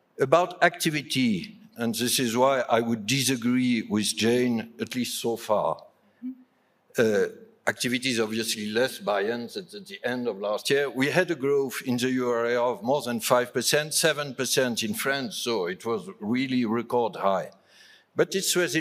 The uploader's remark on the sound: Experts talk inflation, stagnation and (de-)globalisation at Davos 2022. On this panel at Davos 2022.